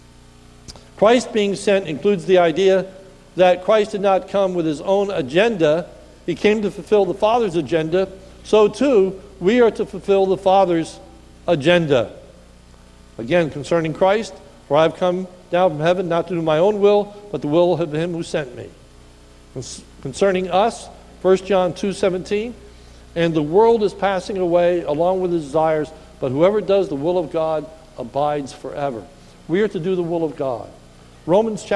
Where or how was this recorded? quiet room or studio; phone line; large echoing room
large echoing room